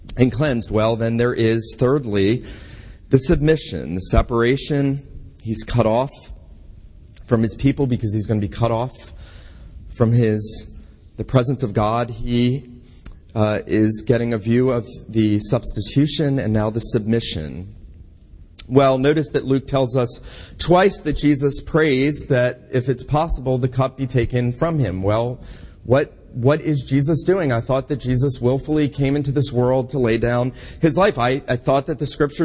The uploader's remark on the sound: This sermon was preached at Kirk of the Isles PCA in Savannah, GA